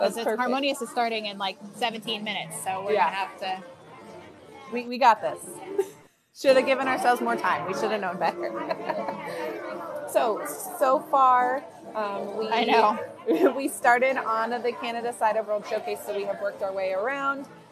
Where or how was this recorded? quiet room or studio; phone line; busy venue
busy venue